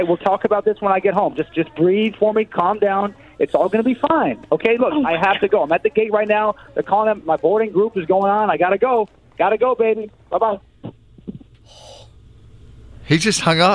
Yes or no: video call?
no